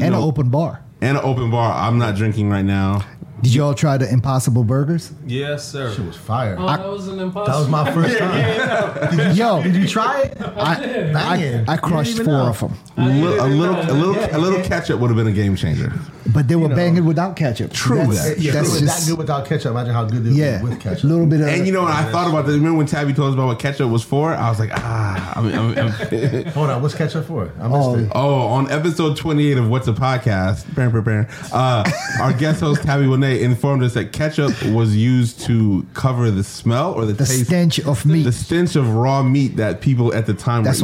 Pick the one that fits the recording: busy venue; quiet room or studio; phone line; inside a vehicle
busy venue